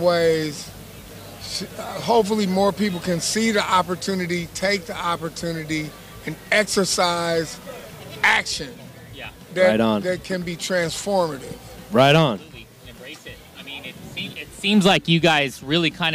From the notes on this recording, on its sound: Aftershock Festival Day 2 coverage of Saturday October 12th, 2019.